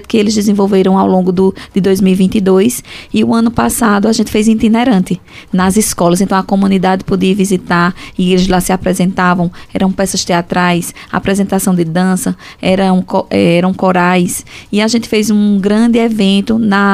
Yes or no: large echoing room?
no